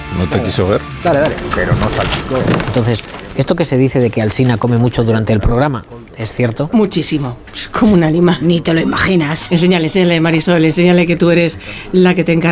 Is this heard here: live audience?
no